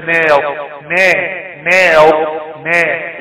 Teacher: يعني اذا جاءت بالالف متصلة اذا جيت الالف الساكنة متصلة بما قبلها حرف مرقق ترقق زي كلمة ناو ناو ناء يبقى النون مرققة تبعها ألف متصلة بها وساكنة ترقق تبعا لما قبلها